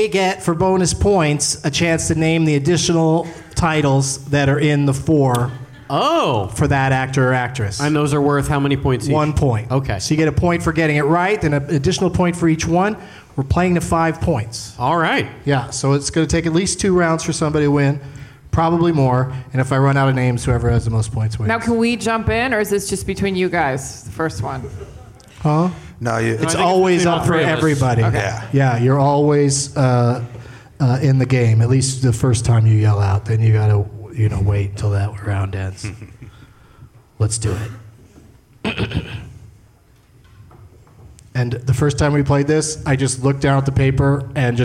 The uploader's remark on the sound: Live from the San Jose Improv